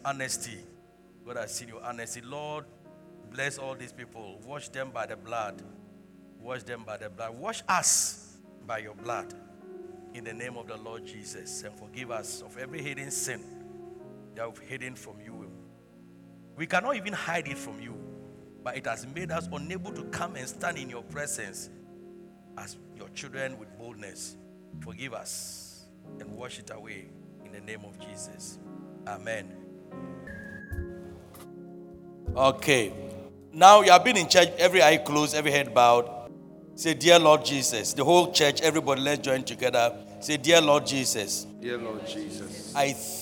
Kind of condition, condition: setting, large echoing room